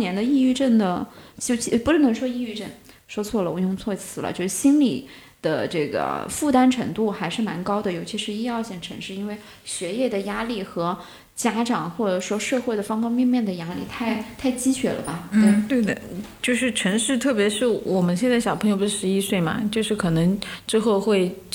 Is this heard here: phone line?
no